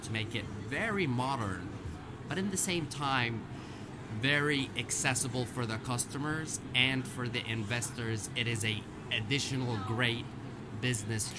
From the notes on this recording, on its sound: Podcast Zone at Franchise Expo South 2023. Today, we’re live in the Podcast Zone at Franchise Expo South in Fort Lauderdale, FL!